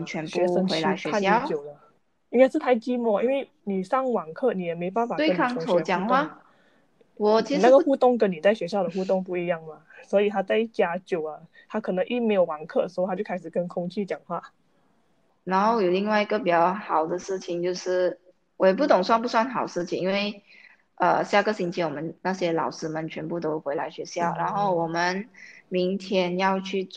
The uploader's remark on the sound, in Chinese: 我们的播客是需要靠网络来录制的时候，两边网线的延迟